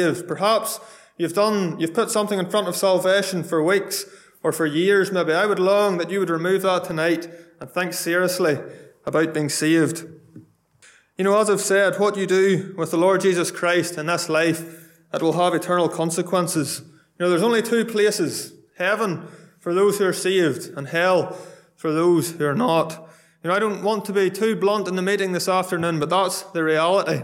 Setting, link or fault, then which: setting, large echoing room